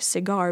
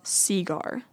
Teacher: Like in the South, they that tend to put a heavy stress on the first syllable · Shown in: second take